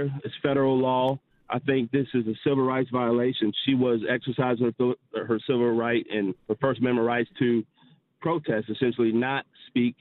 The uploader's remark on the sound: Attorney for 9th Grader in South Carolina Calls In To Discuss Case. Called into the Madison show and gives some more details about the case.